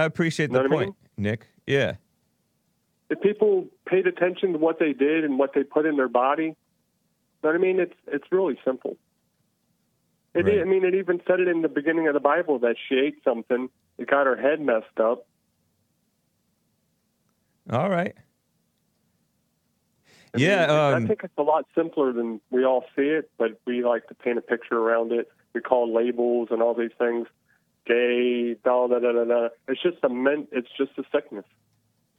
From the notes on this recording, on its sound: A ton of calls!